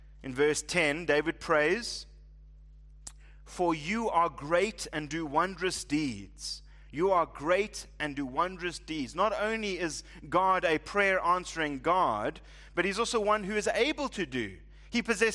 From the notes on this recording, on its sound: Preached at Living Stone Bible Church